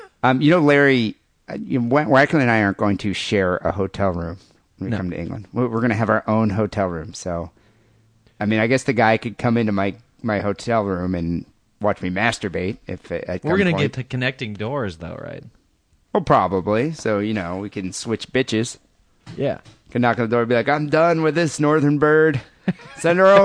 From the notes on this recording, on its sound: Phone calls and listener email.